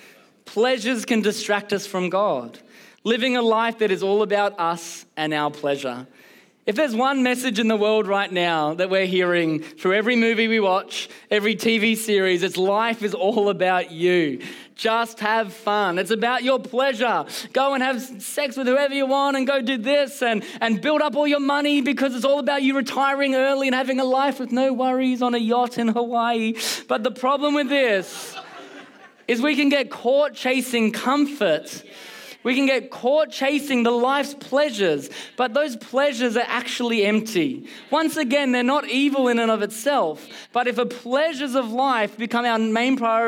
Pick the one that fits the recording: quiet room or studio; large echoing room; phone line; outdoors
large echoing room